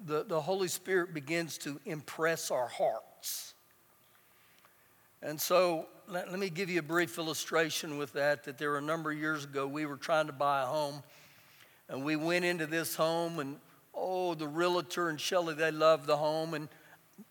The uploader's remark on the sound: Recorded live during our Wednesday night service